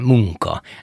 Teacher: Tehát a nyelvemet hátul érintem, mert utána egy K jön, és akkor ez ahhoz hasonul. · Term: veláris nazális